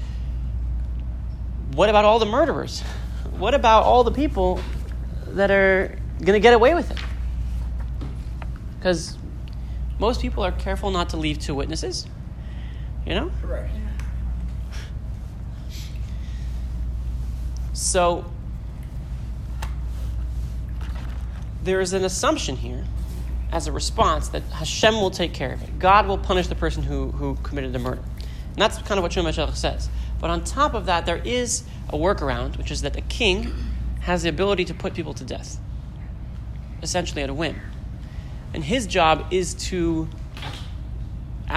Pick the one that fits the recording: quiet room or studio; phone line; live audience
live audience